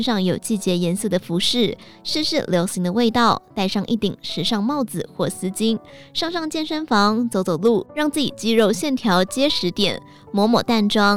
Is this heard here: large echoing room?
no